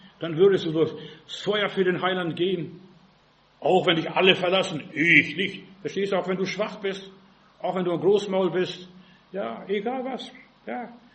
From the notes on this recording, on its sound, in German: im Gemeinde-Zentrum in Berlin aufgenommen